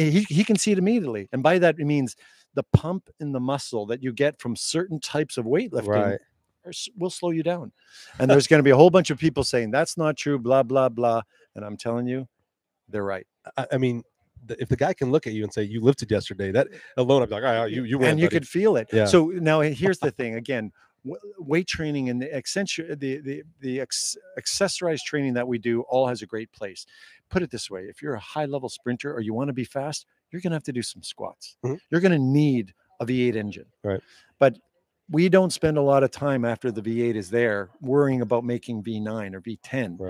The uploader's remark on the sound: LIVE from the Prefontaine Classic 2023 (Diamond League Finals). We went LIVE at Hayward Field for the Pre Classic 2023, thanks to our friends at TrackTownUSA.